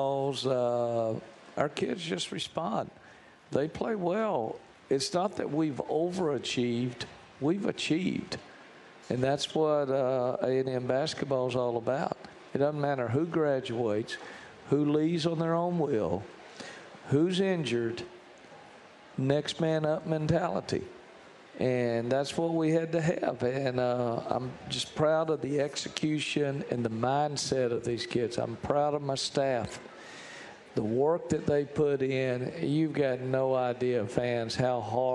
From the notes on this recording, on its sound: live from Rudy's BBQ